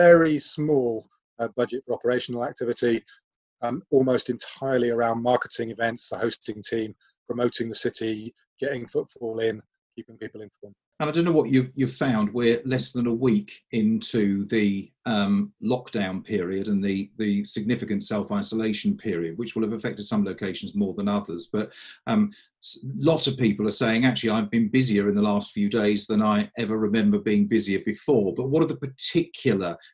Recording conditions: video call